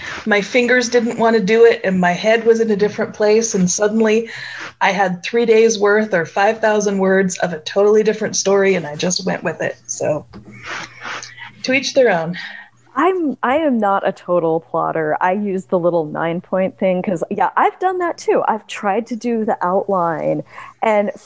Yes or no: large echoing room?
no